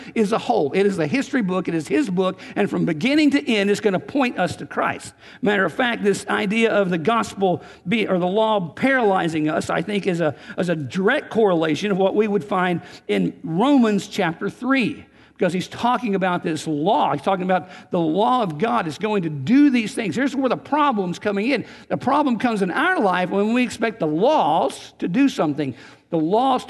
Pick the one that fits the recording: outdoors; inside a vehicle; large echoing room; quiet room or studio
large echoing room